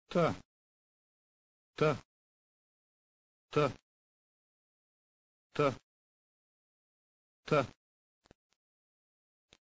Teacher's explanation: Lower your tongue and touch the upper teeth rather than the place above the teeth. Pronounce the sound but without aspiration, that is, without the puff of air. You must not blow out the flame of the match.